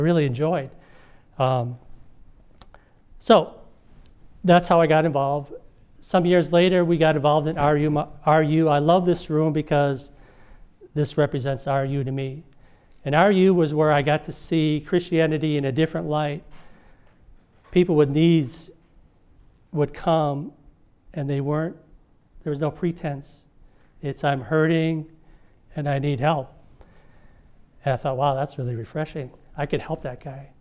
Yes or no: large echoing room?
yes